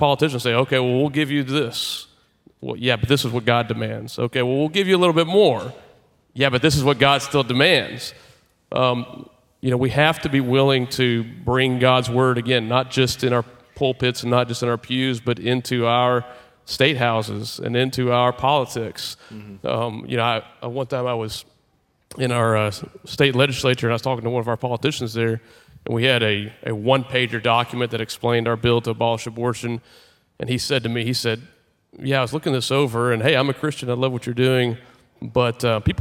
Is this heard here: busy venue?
yes